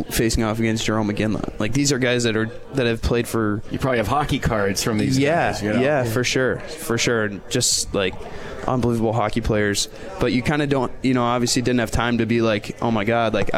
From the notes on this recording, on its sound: Live from Swifty's in Utica NY